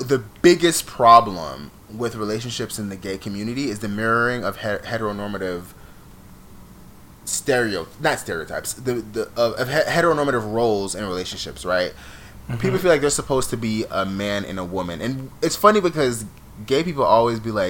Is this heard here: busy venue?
no